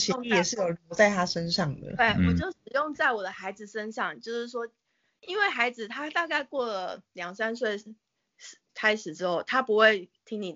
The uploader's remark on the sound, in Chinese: 疫情期間透過網路平台錄音，音質部分還請見諒！